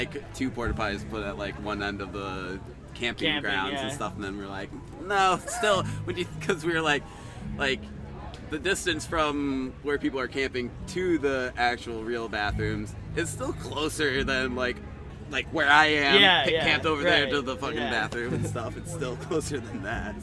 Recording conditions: busy venue